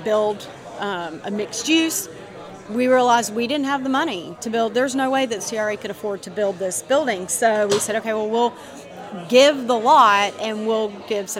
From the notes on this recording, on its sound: Recorded at the 2022 Preservation on Main Street Conference in Deland, Florida.